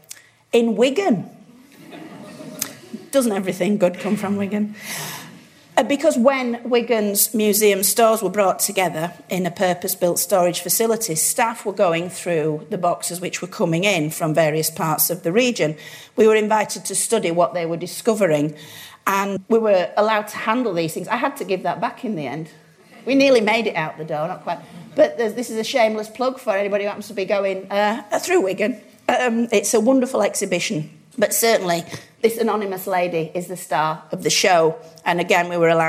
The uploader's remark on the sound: a lecture from our 2015 History Weekend event